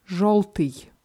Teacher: Желтый heißt gelb und dieser Buchstabe Jo wird hier wie O ausgesprochen